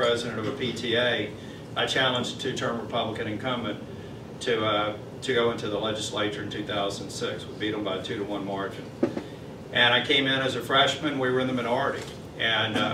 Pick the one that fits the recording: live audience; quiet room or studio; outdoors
live audience